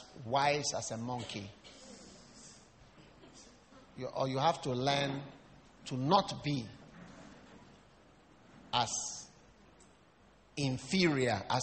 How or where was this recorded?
large echoing room